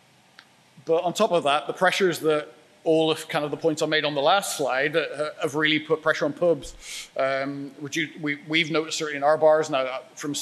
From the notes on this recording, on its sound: A talk he expertly delivered at our Brewers Lectures in Springwell, Leeds.